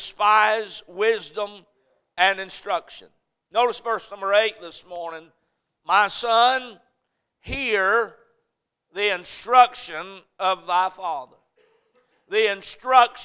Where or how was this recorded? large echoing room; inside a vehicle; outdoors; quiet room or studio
large echoing room